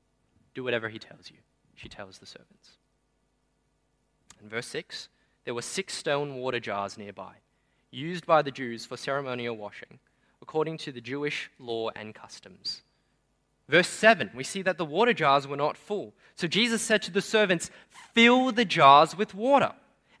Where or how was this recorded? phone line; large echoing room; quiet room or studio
large echoing room